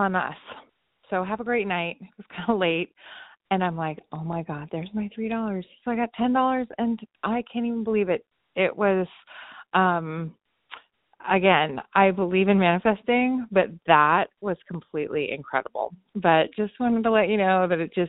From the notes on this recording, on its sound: Called into the podcast hotline.